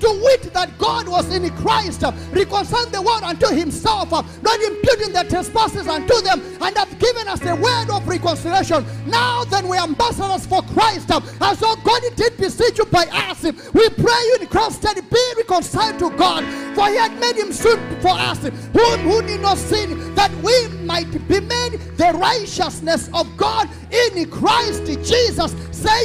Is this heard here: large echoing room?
yes